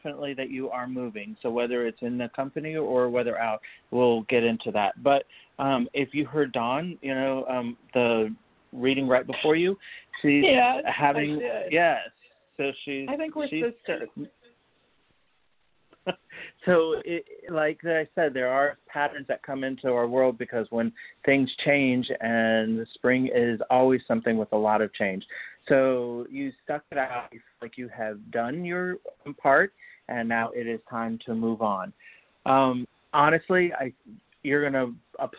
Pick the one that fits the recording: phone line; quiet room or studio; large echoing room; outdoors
phone line